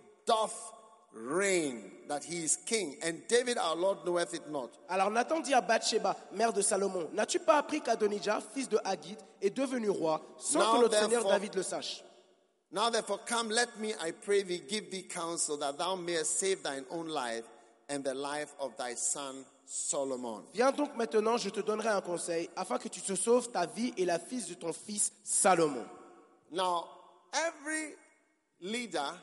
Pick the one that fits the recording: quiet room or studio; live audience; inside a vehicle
live audience